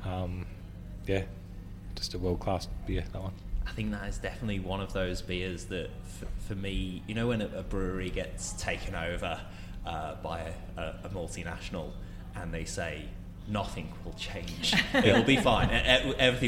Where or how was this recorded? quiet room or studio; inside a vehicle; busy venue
busy venue